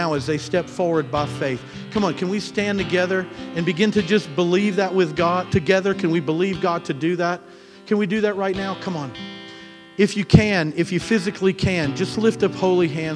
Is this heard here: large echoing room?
yes